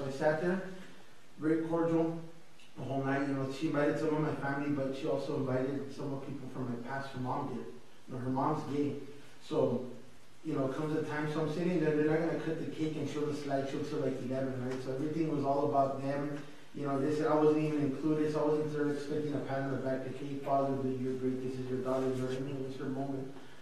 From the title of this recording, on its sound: El Paso Christian Church Live Stream